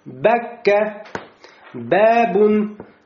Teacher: то есть выходит из двух губ, при смыкании двух губ